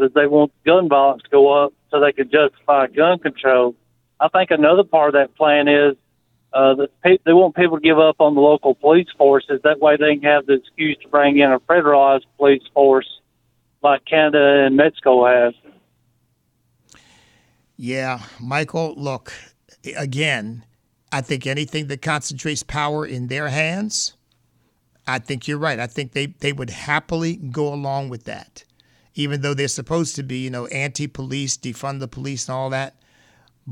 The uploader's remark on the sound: Listener Call